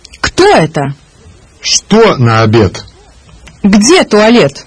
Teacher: Russians raise their voice to indicate the main word in a sentence with a question word